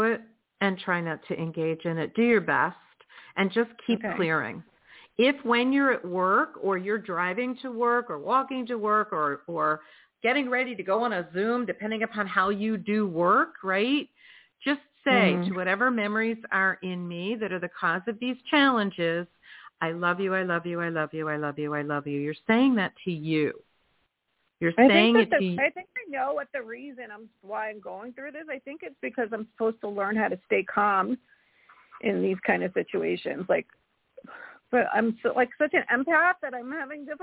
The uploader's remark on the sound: in response to callers' questions